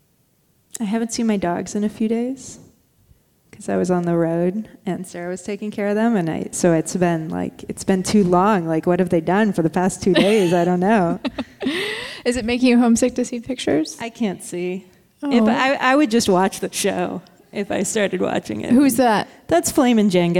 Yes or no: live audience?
yes